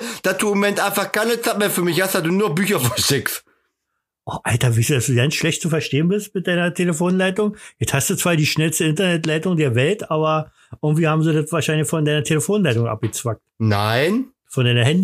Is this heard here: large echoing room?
no